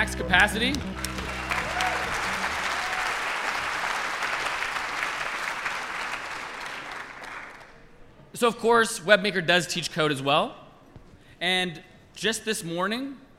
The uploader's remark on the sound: This is the #Airtime recording of the Mozilla Festival opening session in London.